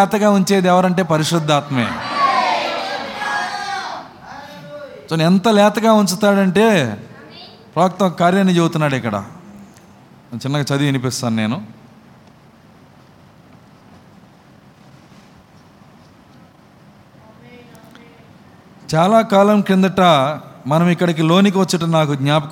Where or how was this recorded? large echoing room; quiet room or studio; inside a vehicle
large echoing room